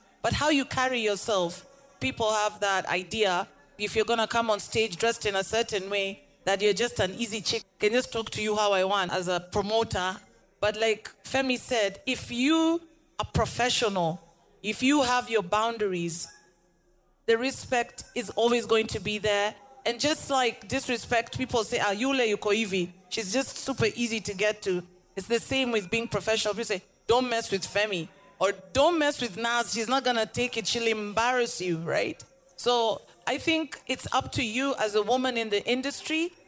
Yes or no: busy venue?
yes